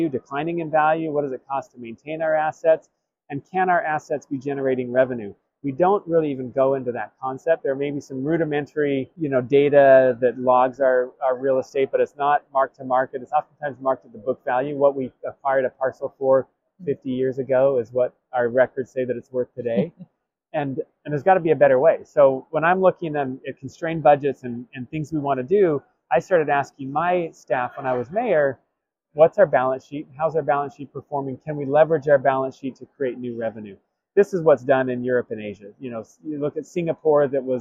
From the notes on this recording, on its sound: at the Government Finance Officers' Association 2023 annual conference in Portland, OR